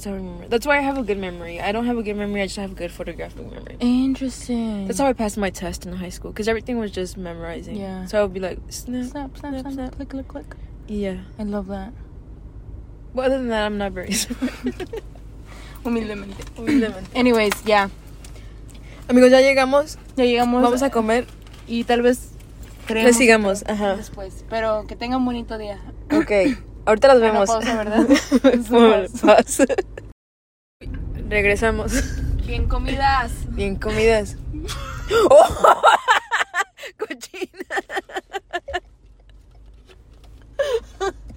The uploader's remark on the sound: Drive and laugh with us around Houston. Honk at bad drivers!